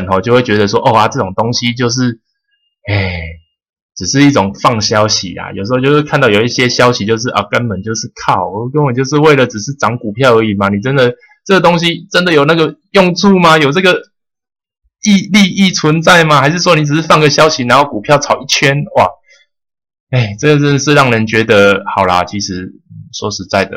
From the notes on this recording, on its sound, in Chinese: 收音品質改了反而似乎變比較不好